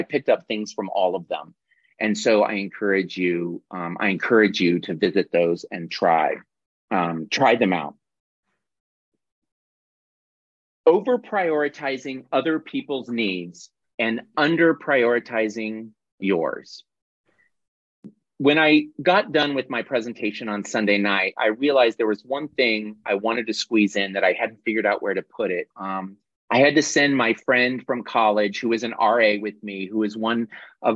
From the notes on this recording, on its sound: This is the audio recording of our monthly Zoomy Zoom